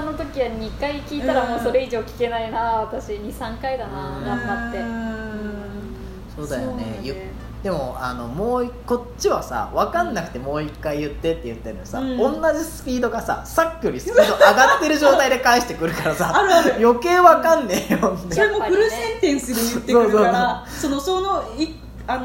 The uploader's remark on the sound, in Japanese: 録音場所は、とあるホテルのキッチンのため、たまにキッチンを利用している音がします。